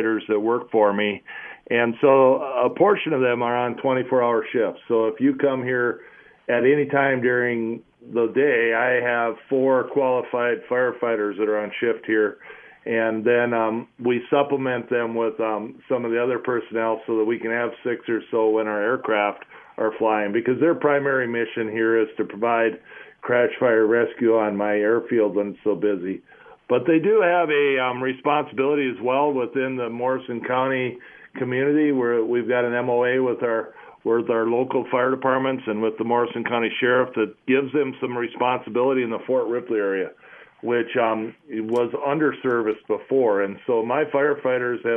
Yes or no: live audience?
no